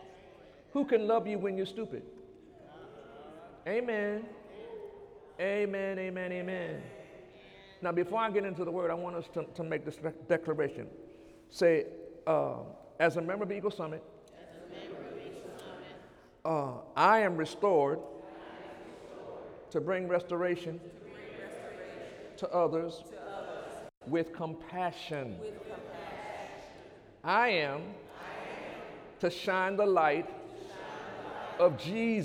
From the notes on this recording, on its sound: During Sunday morning service on June 4, 2017